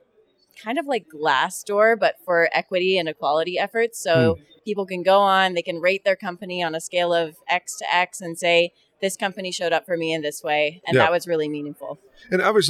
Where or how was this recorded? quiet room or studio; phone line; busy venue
busy venue